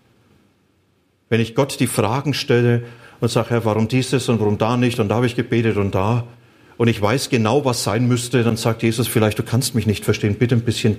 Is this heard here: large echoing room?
yes